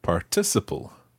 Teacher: In the UK, we pronounce it stressing the second syllable